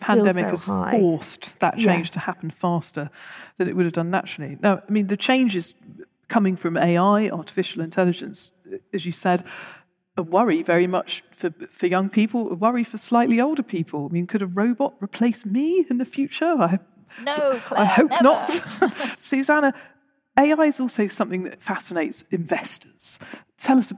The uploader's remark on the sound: Recorded in front of a live audience at the Bristol Economics Festival. The audience pitches in with questions.